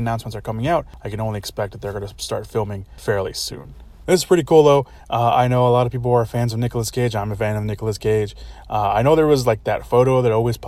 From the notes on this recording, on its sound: Forgive me again, for the scuffed audio on this one. I recorded this from my car, with the window cracked, which obviously not ideal for podcast recording but I did my best.